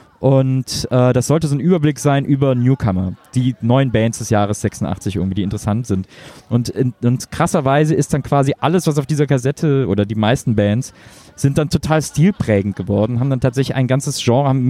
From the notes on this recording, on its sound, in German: Podcast Live on Tape vom wundervollen At the B-Sites Festival aus Köln.